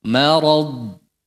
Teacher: Mim, ra, dod. Ra dan dod tebal. Mimnya tetap tipis.